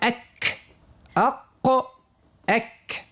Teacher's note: وتخرج ما بين أقصى اللسان وما يحاذيه من الحنك الأعلى في المنطقة القاسية والرخوة معا، يعني أسفل مخرج القاف من اللسان قليلا أي أقرب إلى مقدم الفم من القاف. · Term: الكاف